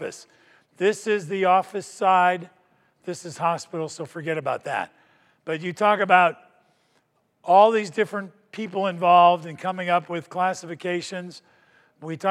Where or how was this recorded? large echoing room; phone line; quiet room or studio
large echoing room